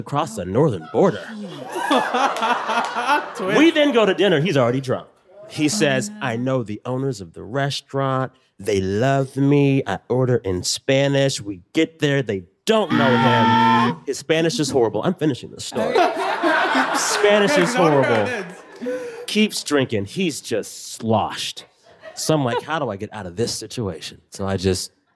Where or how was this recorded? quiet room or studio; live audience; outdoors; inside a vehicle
live audience